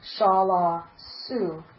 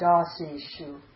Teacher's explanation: After e, su becomes shu. · Shown in: second take